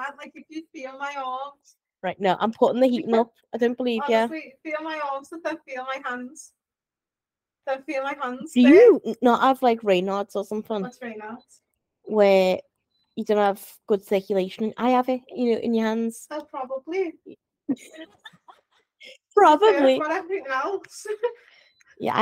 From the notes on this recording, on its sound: There was an issue with one of our mics during the record of this episode which resulted in less-than-ideal audio. Apologies for the subpar audio in these few episodes, we promise we have since fixed it.